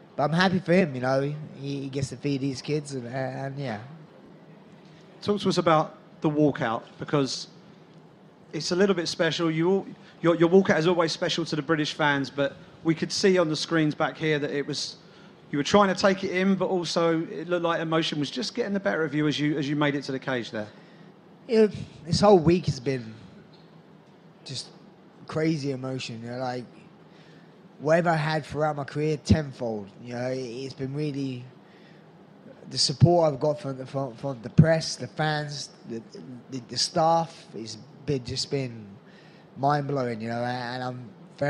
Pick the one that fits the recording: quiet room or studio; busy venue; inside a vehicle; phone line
busy venue